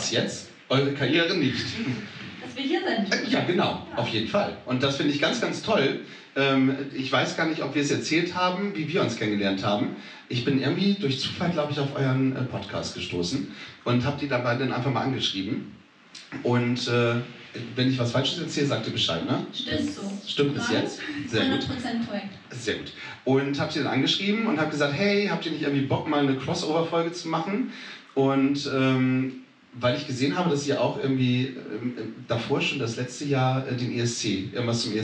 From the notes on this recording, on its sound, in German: Beim Cross Media Festival des Jugendrotkreuzes Niedersachsen zu Gast sind! Im Haus des Jugendrotkreuzes in Einbeck. In der stimmungsvollen Blockhütte einen Live Podcast vor tollen JugendrotkreuzlerInnen aufnehmen. Wir bitten die Tonaufnahme zu entschuldigen.